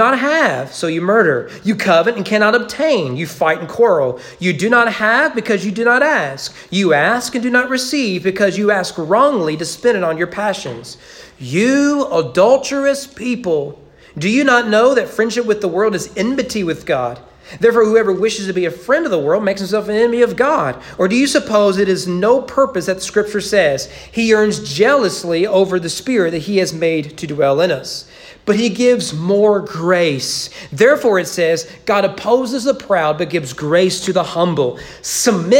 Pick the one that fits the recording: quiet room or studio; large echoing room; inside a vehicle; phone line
large echoing room